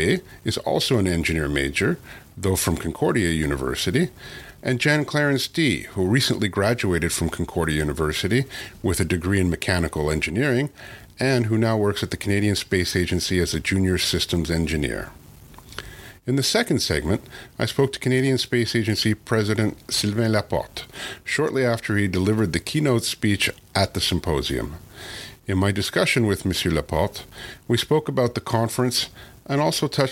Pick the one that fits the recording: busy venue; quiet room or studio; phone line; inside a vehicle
busy venue